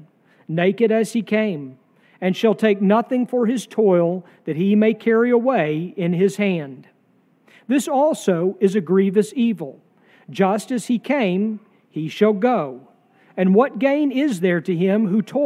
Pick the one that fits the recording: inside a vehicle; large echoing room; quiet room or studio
large echoing room